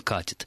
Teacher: на протяжении уже двух веков существует вот эта вот тенденция у глаголов, которые заканчиваются на «ить», смещать ударение в настоящем времени с окончания на корень